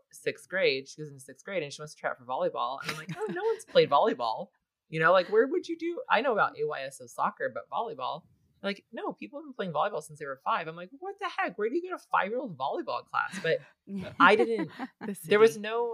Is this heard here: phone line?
no